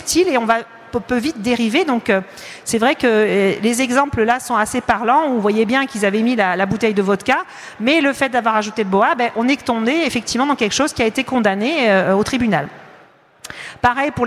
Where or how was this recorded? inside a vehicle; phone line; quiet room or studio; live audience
live audience